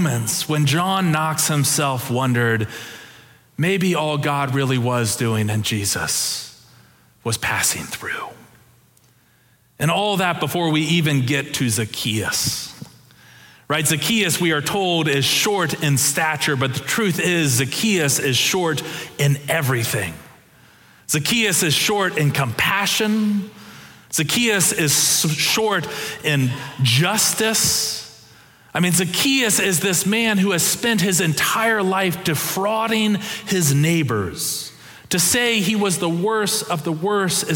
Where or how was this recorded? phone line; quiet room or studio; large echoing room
large echoing room